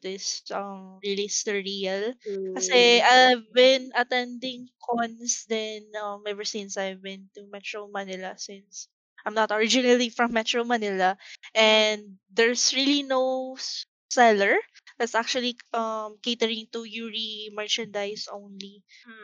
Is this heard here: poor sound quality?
yes